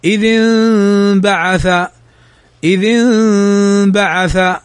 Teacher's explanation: الإقلاب هنا في كلمة انبعث، انبعث فيها النون، وبعد النون بعدها الباء، والباء حرف الإقلاب، فتقلب النون ميما مع غنة مخفاة